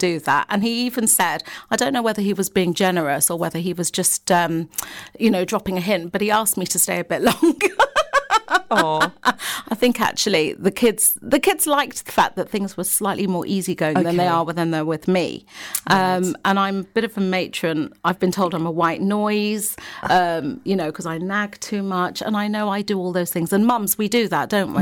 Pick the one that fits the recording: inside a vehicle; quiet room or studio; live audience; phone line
quiet room or studio